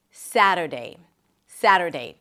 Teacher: Primary stress is on the first syllable.